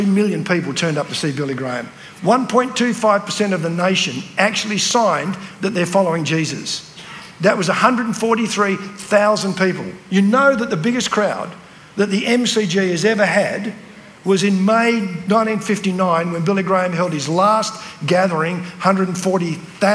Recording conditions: large echoing room